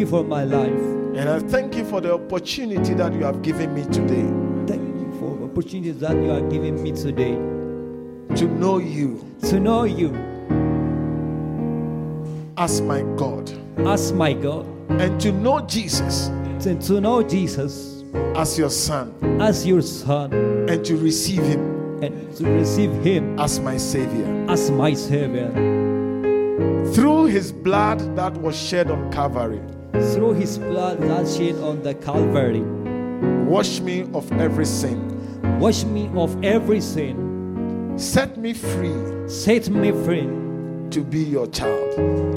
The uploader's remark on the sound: preached at the Mekadesh Church International in Addiss Ababa